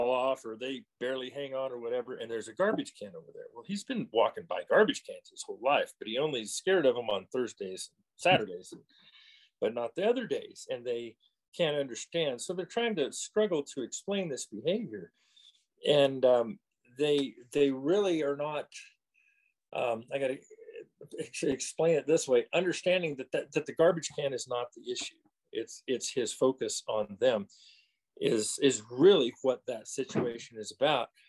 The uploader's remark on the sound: The interview was conducted over Zoom.